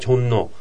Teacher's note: つまりイウンという鼻音によってリュールがニウンに変わる